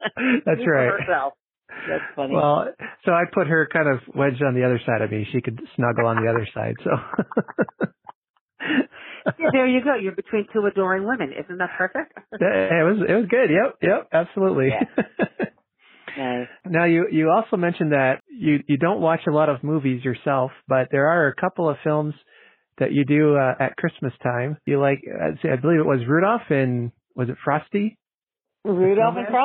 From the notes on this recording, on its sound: I have a phone interview